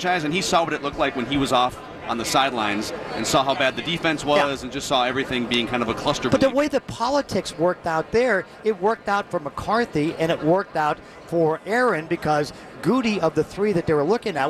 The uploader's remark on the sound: Live from Radio Row all week.